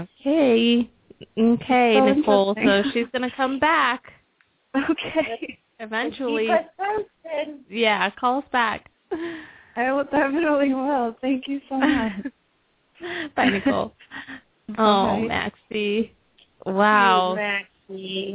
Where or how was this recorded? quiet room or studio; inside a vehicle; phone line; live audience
phone line